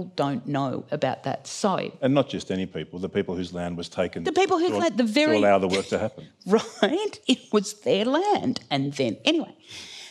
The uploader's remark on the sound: Antidote 2022. This event was recorded live at the Sydney Opera House.